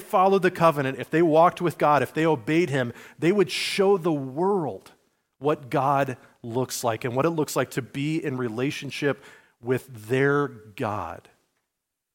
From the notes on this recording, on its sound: sermon given at Liferoads Church in Spokane, Washington, on Sunday, February 4, 2024